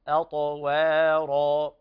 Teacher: الهمزة لا تقول هذا حرف الهمز دائما مرقق، أطوارا. لاحظنا أن الهمزة مرققة والطاء بعدها مفخمة، ثم يليها الواو مرققة وبعدها الراء مفخمة